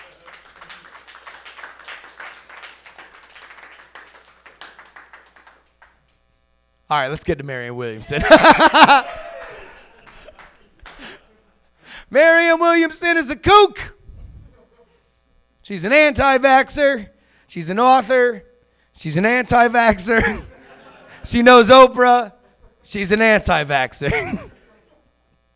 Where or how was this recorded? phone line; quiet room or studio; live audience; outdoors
live audience